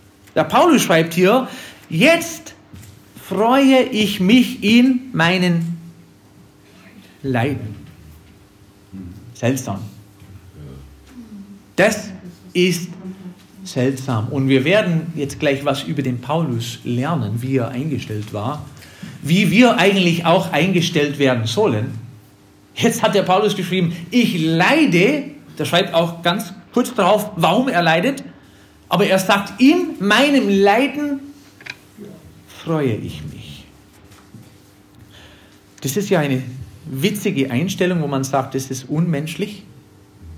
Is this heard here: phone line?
no